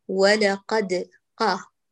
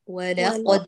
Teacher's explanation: أقيمي الألفات وفخمي القاف في البداية · Shown in: second take · فلا نقول ولقد قاه، هذه كمان من الظواهر اللهجية لأهل مصر، فخميها.